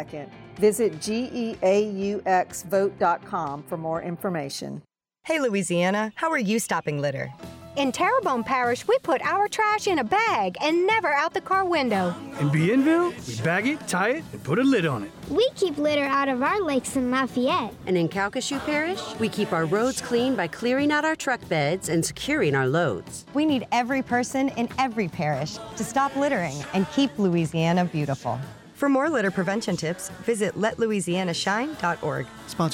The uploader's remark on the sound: Broadcast live from Guillory’s restaurant while trying some of Guillory’s delicious home cooked dishes and hot tamales!